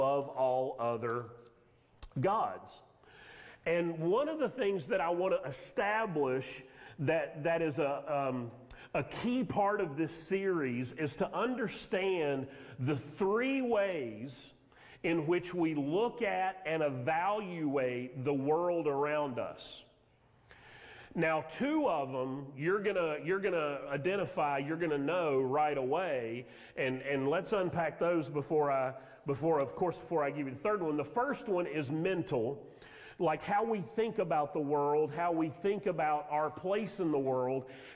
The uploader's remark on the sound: Sermon audio from Mission Church in Locust, NC.